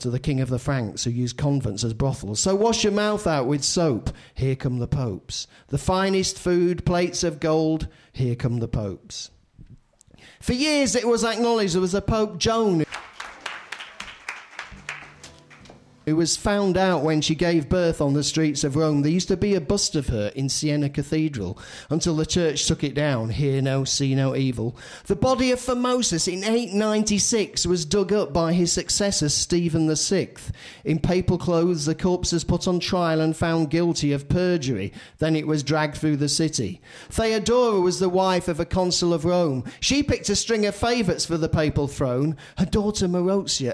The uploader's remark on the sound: The last of the tragedies we collected at the live show that took place on January 18th at the Hackney Attic.